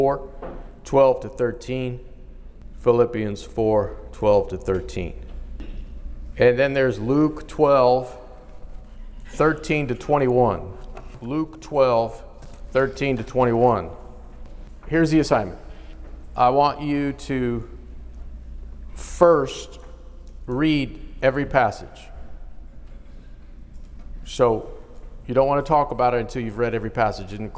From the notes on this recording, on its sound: in a live conference